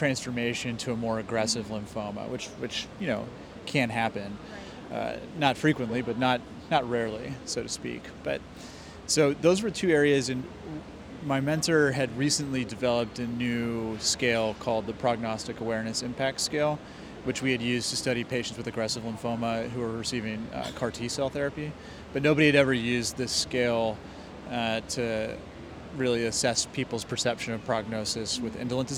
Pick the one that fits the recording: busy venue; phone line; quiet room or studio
busy venue